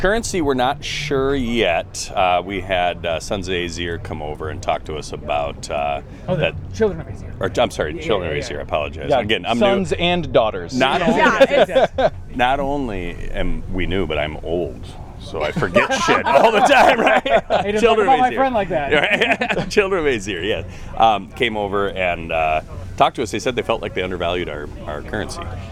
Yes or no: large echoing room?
no